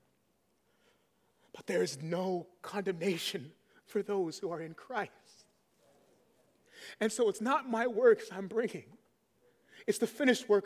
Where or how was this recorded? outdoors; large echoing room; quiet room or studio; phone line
large echoing room